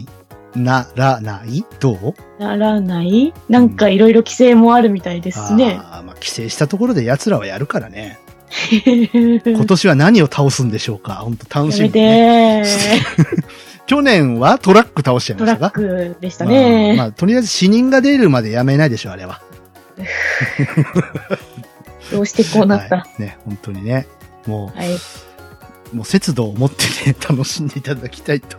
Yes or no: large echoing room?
no